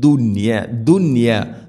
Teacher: ദുനിയ എന്നത് ഒറ്റ പദത്തിലാണ് നൂനും യാ ഉള്ളത്, അതുകൊണ്ട് അവിടെ ഇദ്ഹാറാണ് ചെയ്യുക, വെളിവാക്കി ഉച്ചരിക്കണം, മണിക്കരുത്.